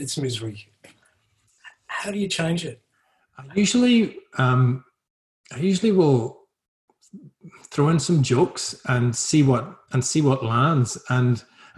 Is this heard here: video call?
yes